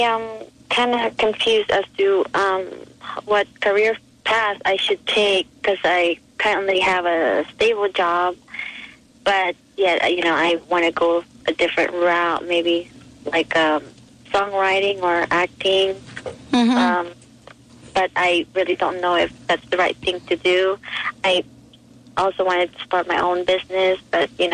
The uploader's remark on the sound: takes calls from listeners